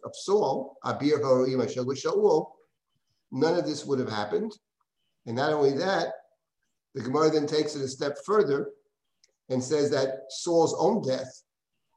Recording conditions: video call